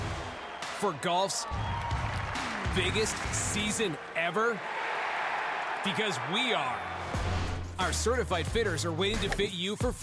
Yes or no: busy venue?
yes